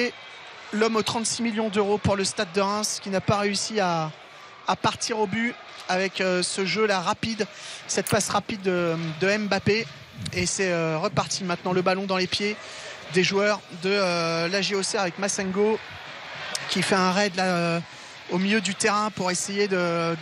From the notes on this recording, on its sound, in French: en direct de l'Abbé-Deschamps